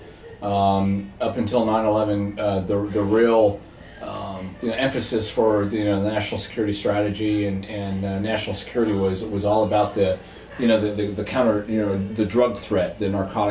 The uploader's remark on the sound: at the Jefferson Hotel bar here in Washington, DC.